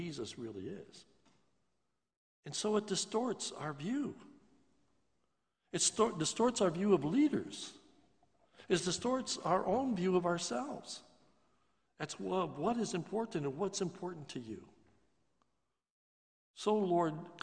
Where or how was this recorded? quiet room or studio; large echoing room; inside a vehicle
large echoing room